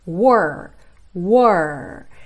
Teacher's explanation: lembrando que esse R é com a língua enrolada